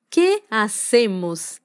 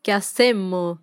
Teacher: Al final, la S no se pronuncia · Shown in: second take